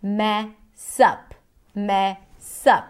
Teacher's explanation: So the stress falls on the word up, but here we see the connected speech. The S of the word mess becomes the beginning of the next syllable, which is up, and then that's what we hear, mess up.